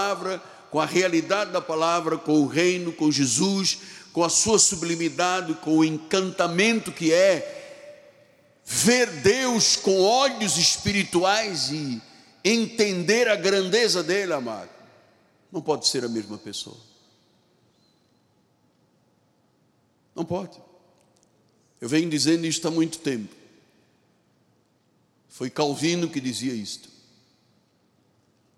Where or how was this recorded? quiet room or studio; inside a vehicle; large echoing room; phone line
large echoing room